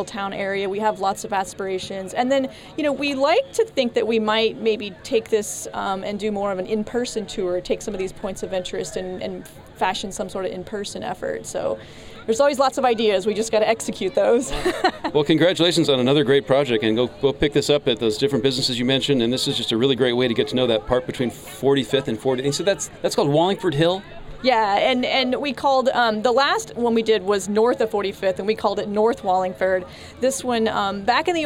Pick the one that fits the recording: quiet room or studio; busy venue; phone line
busy venue